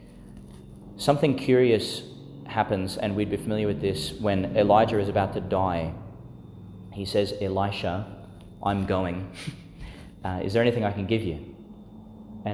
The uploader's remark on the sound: delivered in St Agnes Church, Agnes Waters, Qld.